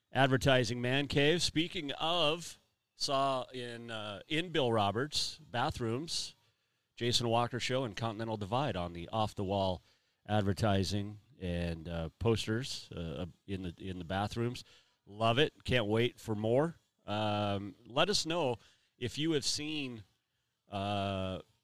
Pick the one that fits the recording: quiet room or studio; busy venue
busy venue